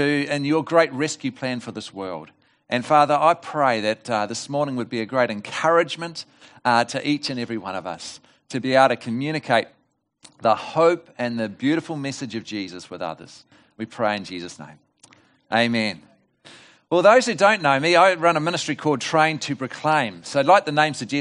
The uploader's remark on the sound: This message was delivered at The Rock Christian Church on Sunday 4 October 2020 at the morning service.